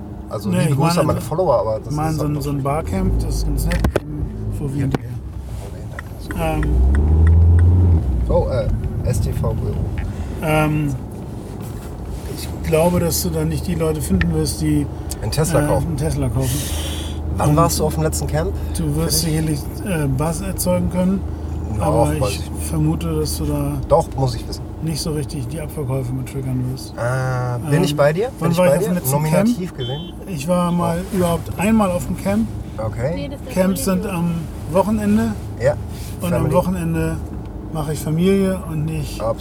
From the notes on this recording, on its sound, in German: In hamburgs straßennetz. Auf den mitfahrersitzen. Mit ungefragt dezenter stadtführung, guten ps unter der haube.